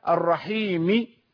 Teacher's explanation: أريد أن أبين للطالب أنه إن أراد أن يصل يجب أن يكسر الميم عند الوصل، أعطيه جزءا من الكسرة عند الوقف · Term: الروم